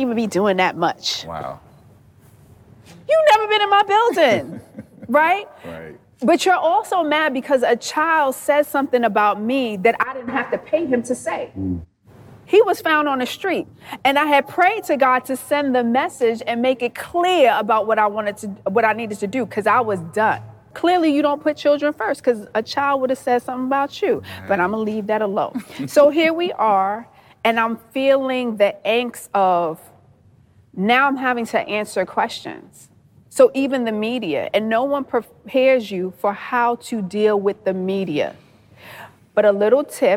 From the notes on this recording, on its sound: For the first Intentional Leadership Podcast session in front of a live audience at Academy of Dallas Public Charter School of Entrepreneurship.